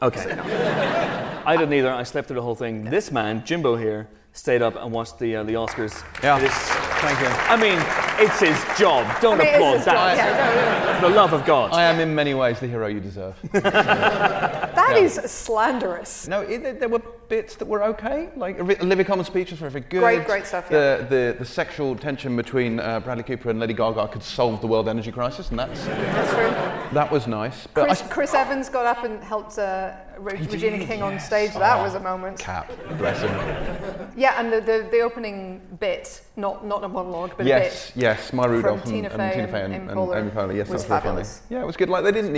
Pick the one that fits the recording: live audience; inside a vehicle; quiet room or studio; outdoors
live audience